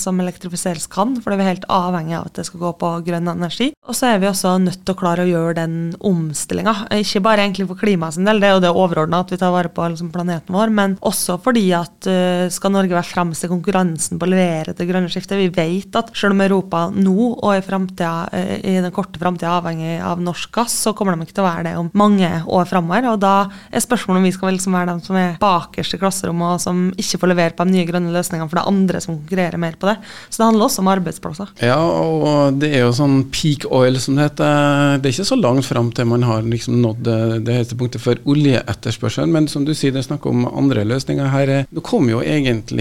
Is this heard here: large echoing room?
no